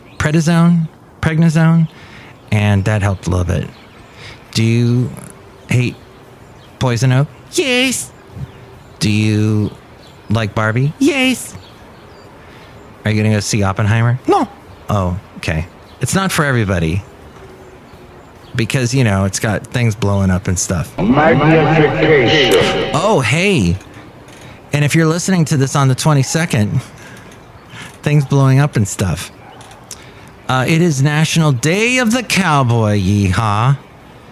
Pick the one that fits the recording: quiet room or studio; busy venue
busy venue